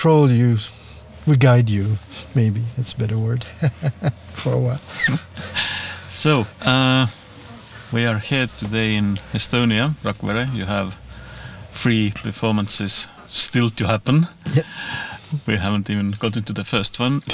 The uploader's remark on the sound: The conversation takes place in a small van behind Rakvere Theatre at the Baltoscandal’22 festival.